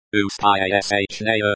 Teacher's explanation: with the stress on the second syllable